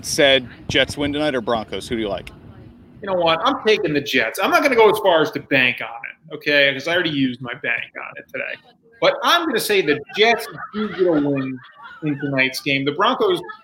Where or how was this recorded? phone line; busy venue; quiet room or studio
busy venue